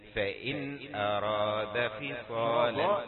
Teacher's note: والراء مفخمة والدال جاية بعد كده مرققة